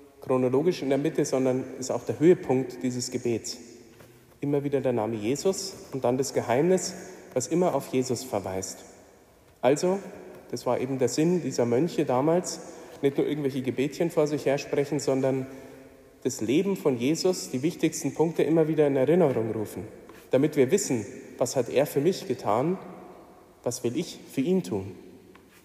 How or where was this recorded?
live audience